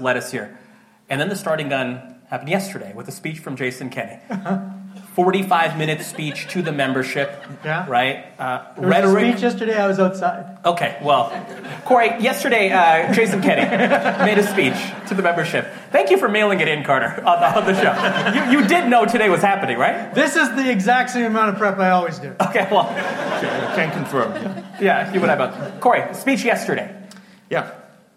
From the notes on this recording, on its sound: live show recorded in Calgary, Alberta